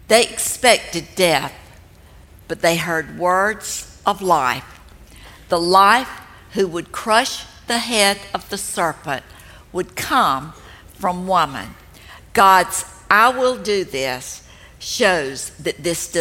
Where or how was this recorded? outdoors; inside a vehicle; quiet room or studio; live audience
live audience